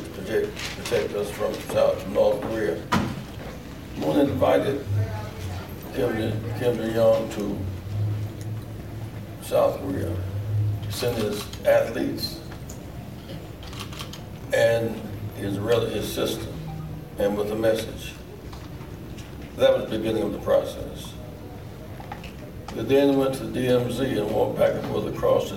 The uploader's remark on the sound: Press Conference - June 14 2018 (PUSH Convention). At the 47th Rainbow PUSH National Convention in Chicago.